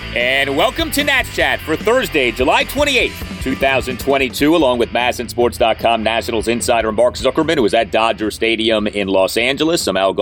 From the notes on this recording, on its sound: Live from Dodger Stadium